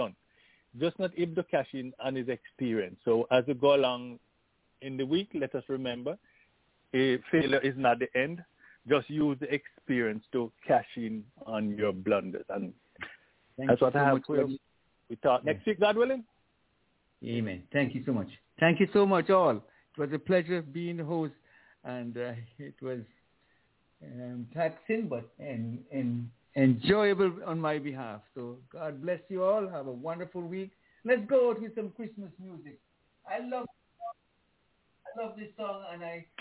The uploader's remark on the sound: Telephone.